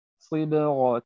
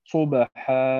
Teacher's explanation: درجة الصي أقل من الصو وأقل من الصا · Term: التفخيم